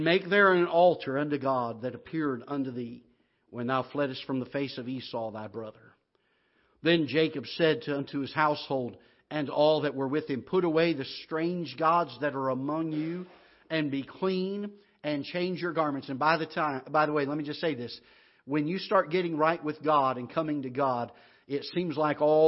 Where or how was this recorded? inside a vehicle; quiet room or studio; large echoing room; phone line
large echoing room